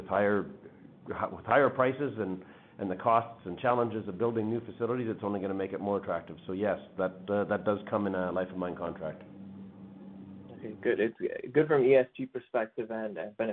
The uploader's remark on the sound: Third quarter 2021 earnings call for Wheaton Precious Metals Corp.